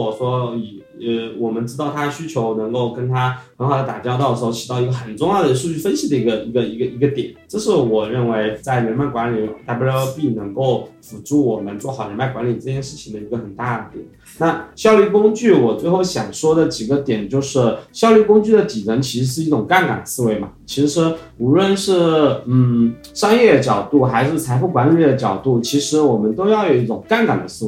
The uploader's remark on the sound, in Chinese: 这两位朋友都是第一次参与播客录制，录音设备不那么专业，所以音质没那么好。